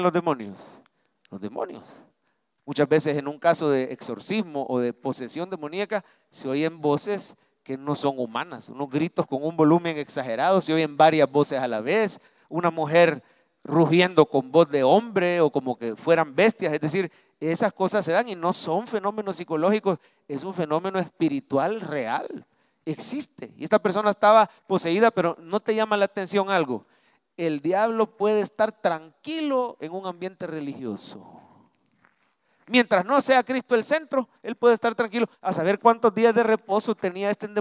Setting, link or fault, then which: setting, large echoing room